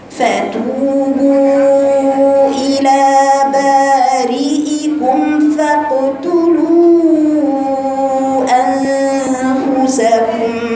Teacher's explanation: فا فتحة فا، التاء مضمومة بعدها مد طبيعي حركتين، ثم الباء مضمومة بعدها أربع حركات مد